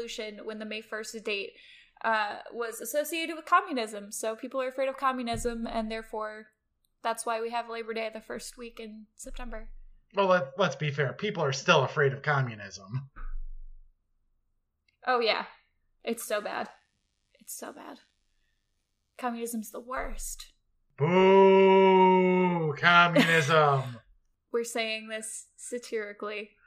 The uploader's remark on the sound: Battle through every imaginable technical difficulty. I only heard about half of it.